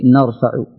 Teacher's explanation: راء مفخمة لأنها ساكنة وما قبلها مفتوح